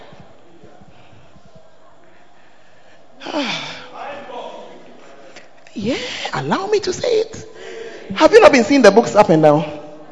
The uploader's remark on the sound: Preached At First Love Church Ayeduase; Charisma Service